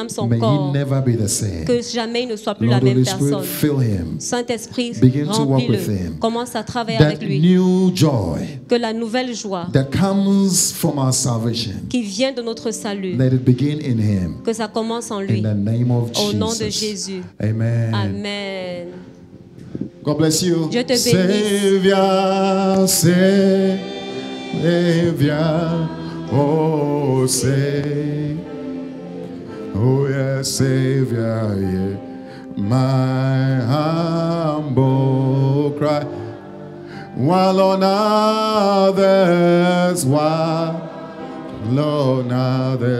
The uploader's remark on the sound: Preached during Joyful Hour Sunday Service